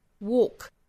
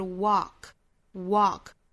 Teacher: 英音的话是口型更加聚拢更加紧张的一个 O 的发音 walk，那美音的话是 walk， walk 上下的开口度更大更开